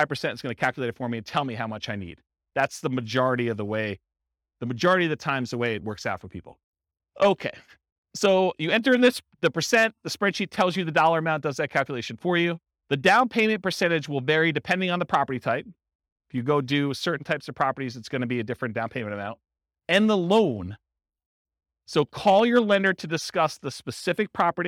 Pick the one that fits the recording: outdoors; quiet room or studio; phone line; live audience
live audience